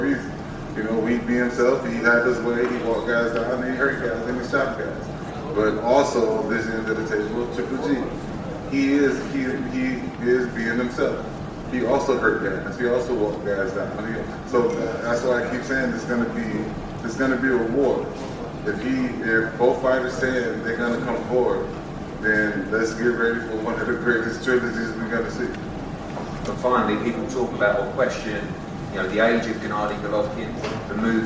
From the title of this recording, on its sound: NYC Press Conference